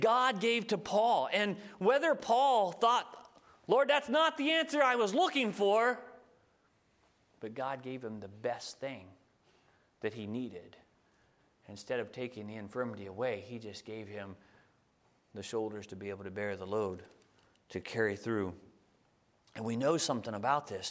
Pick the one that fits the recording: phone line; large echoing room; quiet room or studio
large echoing room